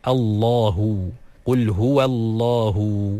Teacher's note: nama Allah SWT pun perlu disebut dengan cara yang betul, dengan huruf lam yang ditaglidhkan, yang ditebalkan